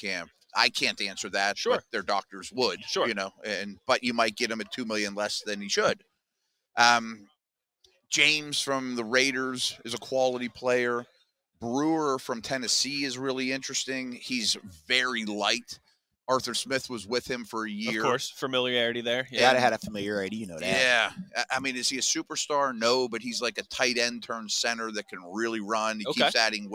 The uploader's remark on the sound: HR3: The Blitz LIVE from the NFL Combine.